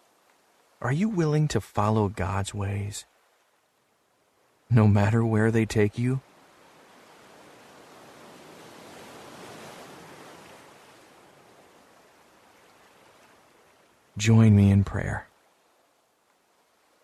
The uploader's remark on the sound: while listening to the soothing ocean wave sounds